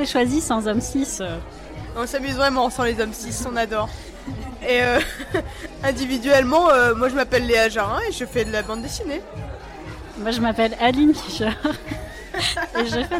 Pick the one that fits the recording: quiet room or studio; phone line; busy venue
busy venue